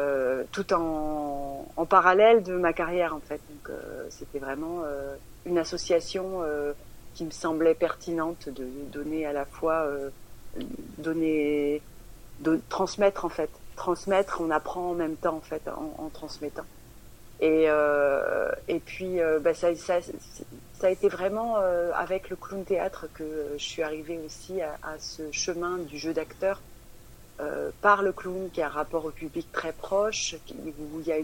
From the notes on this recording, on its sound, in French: Interview téléphonique